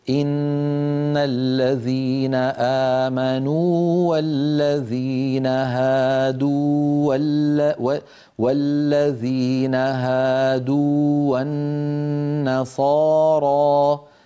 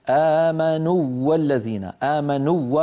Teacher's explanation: آمنوا آخرها واو ساكنة مدية والذين أولها واو، فالتقى في النطق واوان الأولى ساكنة لكن لا إدغام · Shown in: first take · لماذا؟ لأن الأولى مدية لابد أن نعطيها حقها من الزمن.